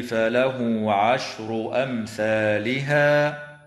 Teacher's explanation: توصل هاء الضمير في قوله تعالى فله عشر أمثالها بواو تمد وصلا بمقدار حركتين، وتظهر الميم الساكنة في كلمة أمثالها ويوقف على هذه الكلمة